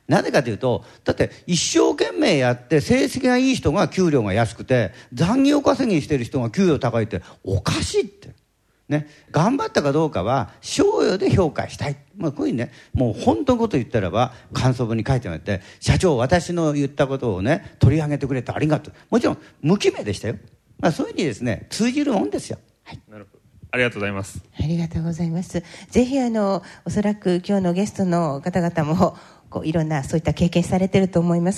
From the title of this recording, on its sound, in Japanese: 公開録音スペシャル後編